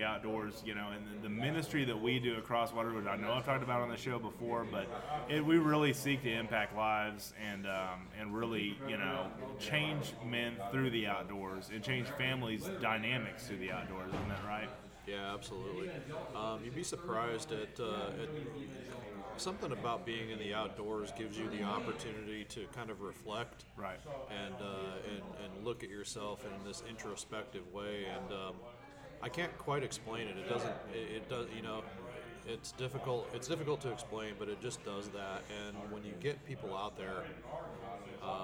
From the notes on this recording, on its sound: live stream episode on location at a Cross Water Outfitters fishing ministry event